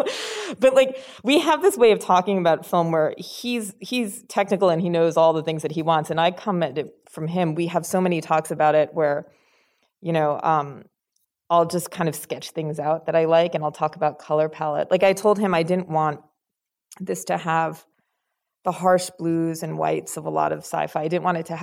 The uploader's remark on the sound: in a Q&A at the DGA theater in Los Angeles.